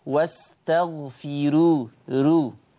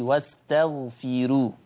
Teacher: هذه راء مرققة لأنها مضمومة ومسبوقة بكسر أصلي